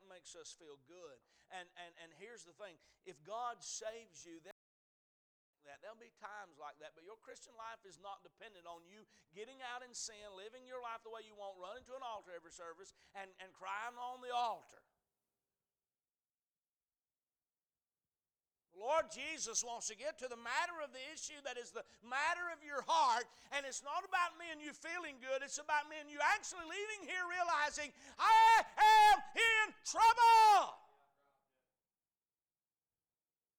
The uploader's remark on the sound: A message series preached at Crossroads Baptist Church on Sunday morning.